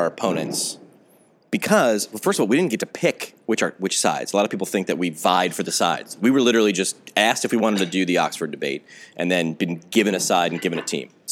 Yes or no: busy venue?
yes